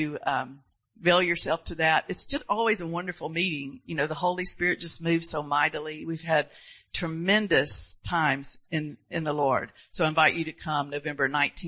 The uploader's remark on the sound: Sunday Morning Service